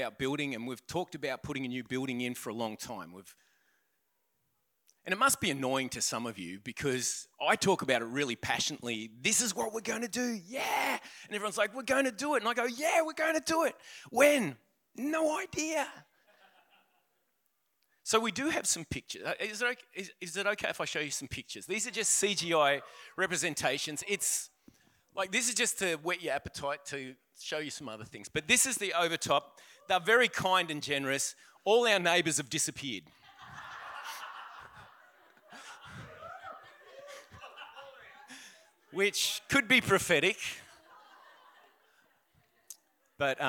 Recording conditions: live audience